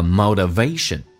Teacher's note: And the motivation that youneed， motivation 在美式发音当中跟英式发音有很大的区别，它发成 motivation，那个 t 趋向于发 d，这个发音叫 motivation，重音在 v 后面， motivation 这样的一个动力。